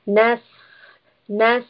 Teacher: Seen is a letter of safir, meaning there is a whistling sound